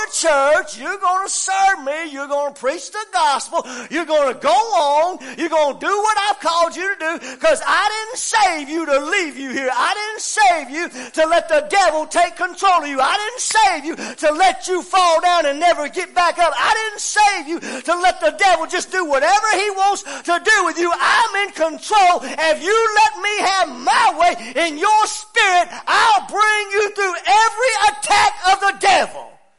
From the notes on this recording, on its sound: WELCOME TO OUR LIVE SERVICE. Preaching at Family Worship Center in Athens Tennessee. To stream our music live over the internet.